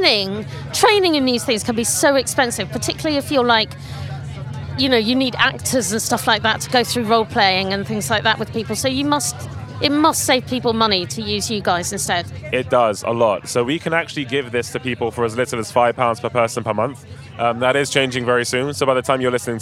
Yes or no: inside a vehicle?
yes